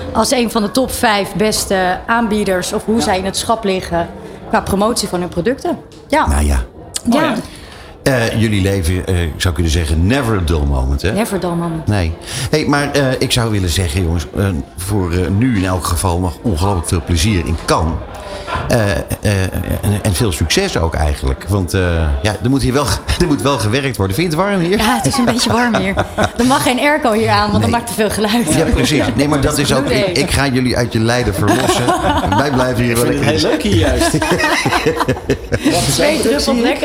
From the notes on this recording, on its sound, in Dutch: De uitzendingen vinden plaats vanuit de Embassy of Dutch Creativity, de handelsmissie van de Nederlandse creatieve industrie tijdens het 70ste Cannes Lions International Festival of Creativity.